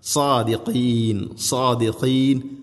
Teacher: സ്വാദുച്ചരിക്കുന്ന സമയത്ത് നാവിൻ്റെ മധ്യഭാഗം അണ്ണാക്കിലേക്ക് ഉയർന്നു നിൽക്കണം. അത് ഹെവി ലെറ്ററാണ്, ഇസ്തിഅലാന്റെ സ്വരഭാരത്തിൽ ഉച്ചരിക്കേണ്ട അക്ഷരമാണ്.